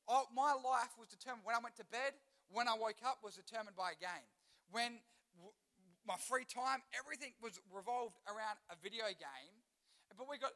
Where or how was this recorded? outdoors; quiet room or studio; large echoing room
large echoing room